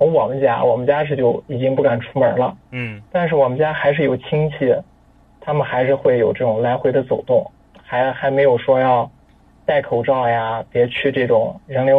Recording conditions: phone line